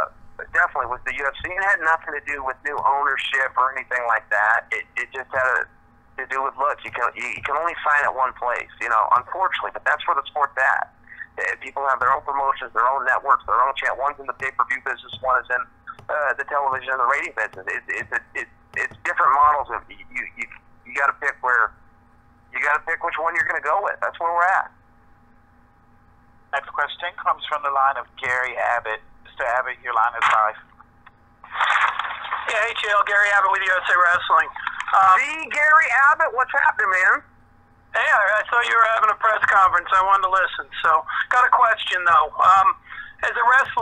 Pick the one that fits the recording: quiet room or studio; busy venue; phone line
phone line